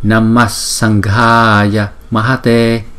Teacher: Chữ này là viết là Namaha, nhưng mà chúng ta không đọc là Namaha, mà chúng đọc, chúng ta sẽ chuyển cái Visarga này thành chữ S